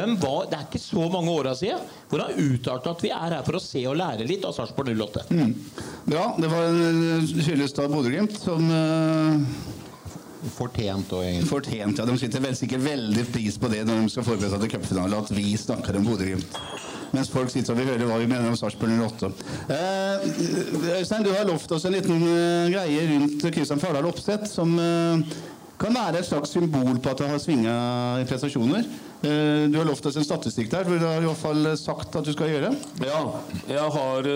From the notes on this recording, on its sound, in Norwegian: Oppsummerte fotballåret 2023 med en live-fotballpodkast på Olsen Pub.